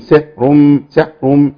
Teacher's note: كلمه سحر كلها عند الوقف عليها تمام مرققه الراء